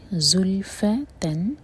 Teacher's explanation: زا کے لیے بزنگ ساؤنڈ اور لام پر جھٹکا نہ آئے